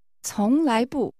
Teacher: There are two rising tones, 从来, and a falling tone, 不